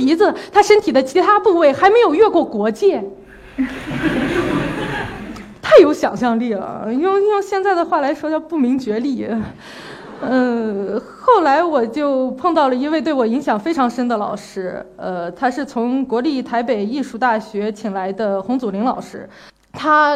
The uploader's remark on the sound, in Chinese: 一席现场